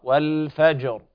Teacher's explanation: قال تعالى والفجر، هنا لابد من بيان اللام، لام قمرية حكمها الإظهار. والفجر، الجيم تقلقل والراء تفخم لأنها ساكنة حال الوقف وقبلها ساكن وقبل الساكن مفتوح